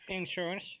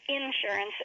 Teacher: So you have the emphasis on the second syllable. · Shown in: first take